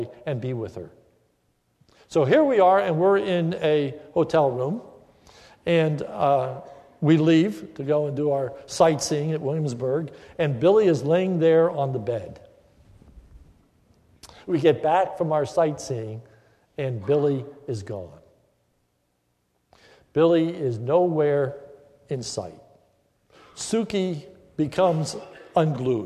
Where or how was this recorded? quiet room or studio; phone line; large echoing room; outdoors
large echoing room